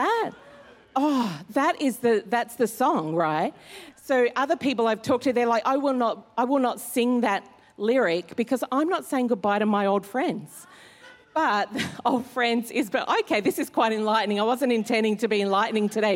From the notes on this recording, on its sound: Recorded during our 9am service.